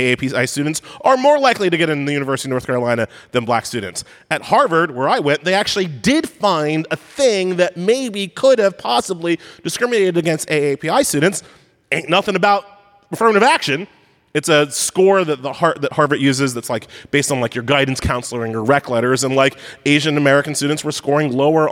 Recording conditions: live audience